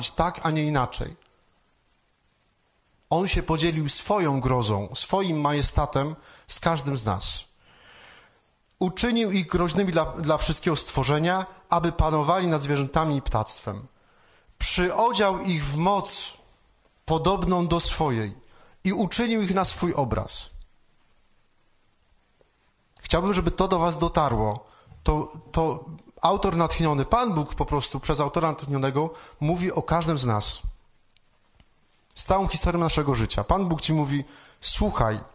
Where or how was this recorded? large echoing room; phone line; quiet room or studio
large echoing room